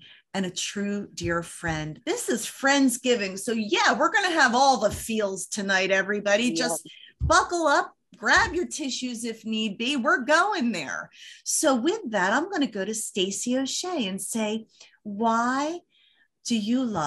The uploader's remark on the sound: We pulled up some extra chairs to the virtual table as our panelists each brought a special friend along.